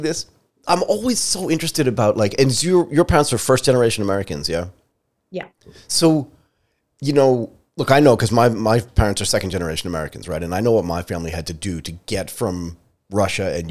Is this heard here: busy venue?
no